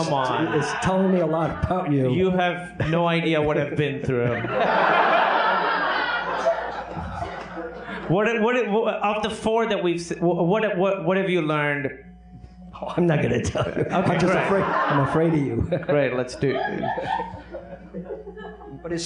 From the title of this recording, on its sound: LIVE From Cinefamily!